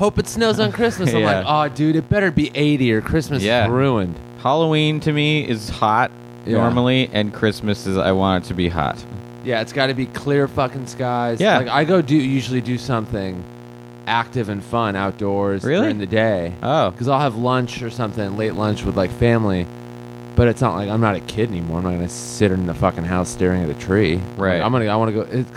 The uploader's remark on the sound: This episode contains minor background buzzing sounds due to an audio problem on our end.